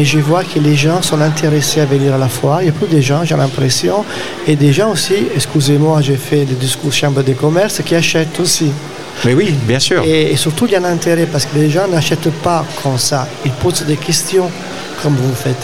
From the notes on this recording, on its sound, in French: Dans le cadre de la Foire Internationale de Montpellier 2023, Radio Aviva était en direct depuis le Hall B2 pendant neufs jours.